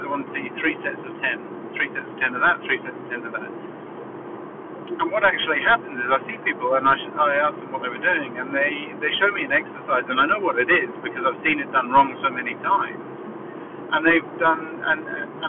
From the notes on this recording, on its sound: Apologies for the audio again